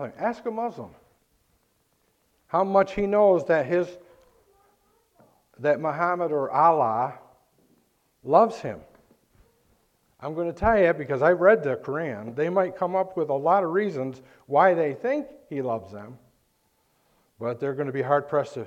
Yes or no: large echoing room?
yes